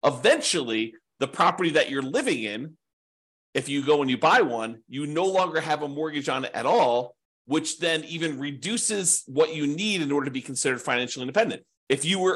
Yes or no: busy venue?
no